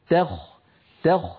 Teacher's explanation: ذلك تخفيف من ربكم ورحمة، علينا أن ننتبه إلى ترقيق التاء عند الخاء، فلا نقول تخفيف، ذلك تخفيف بسبب مجاورة التاء للخاء، بل نقول تخ تخ، فنعطي التاء حقها من الترقيق والخاء حقها من التفخيم